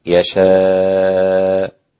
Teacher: يقف حمزة وهشام بإبدال الهمزة ألفا